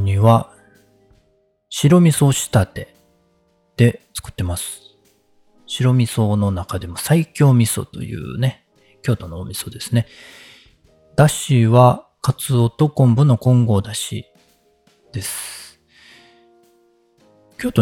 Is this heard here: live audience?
no